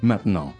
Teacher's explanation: A lot of times French people, though, when they say it fast, they don't pronounce the T in the middle.